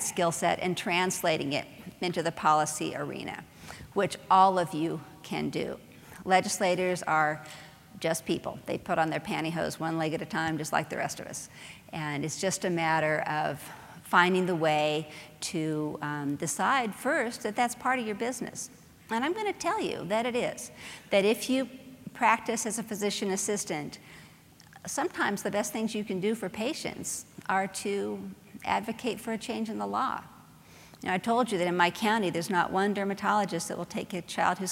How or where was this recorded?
live audience